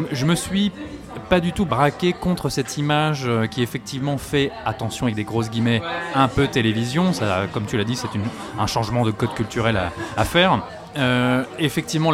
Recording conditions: busy venue